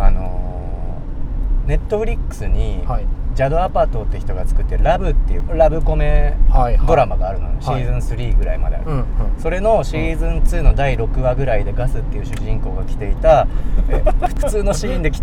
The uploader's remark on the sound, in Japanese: POPEYE Webに関わる編集チームらが普段おこなっているリアル通常業務（リサーチデー）の移動中を録音したまったりドライブ回となっています。